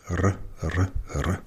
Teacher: Wir sprechen ja das R aus, indem wir hinten den Rachen zusammenschieben, als wären wir ein Löwe, der gerade seine Beute beeindrucken möchte. Und im Italienischen bleibt die Zunge vorne und wird durch den Luftstrom leicht gerollt. · Term: R wird gerollt